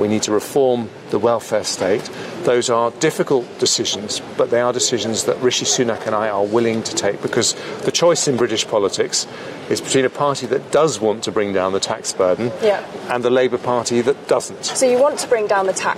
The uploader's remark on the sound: In this special episode from the Conservative Party conference in Manchester